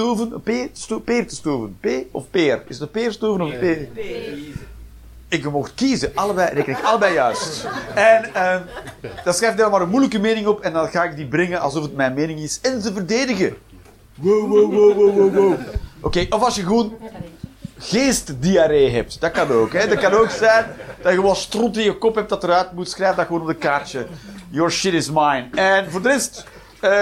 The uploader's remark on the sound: Live 19 April 2023, The Joker, Antwerpen